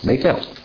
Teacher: You could say Beth, but Hebrew doesn't really have a th sound. It has a tuh sound.